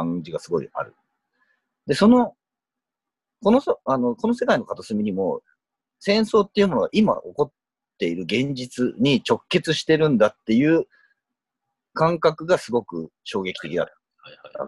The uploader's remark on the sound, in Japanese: Zoomでの遠隔収録ですので、音声途切れがちです。